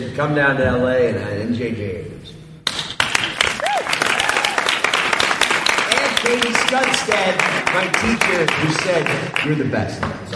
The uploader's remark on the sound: exclusive fan panel from Houston Comicpalooza